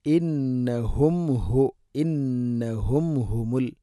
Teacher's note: ഹ തൊണ്ടയുടെ താഴെ ഭാഗമാണ്